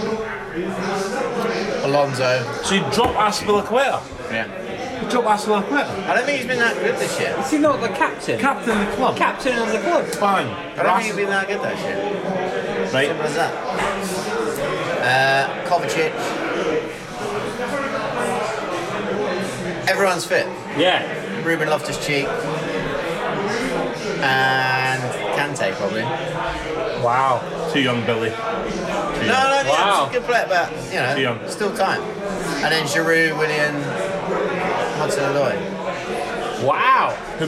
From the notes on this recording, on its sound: We had to move pubs so excuse the noise in this weeks pubchat.